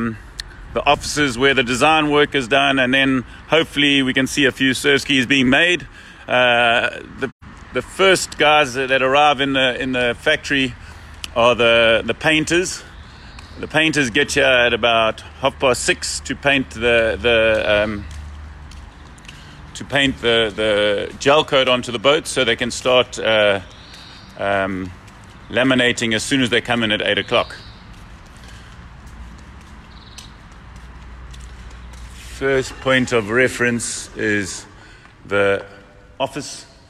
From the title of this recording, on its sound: Live From Portugal - Nelo Factory Tour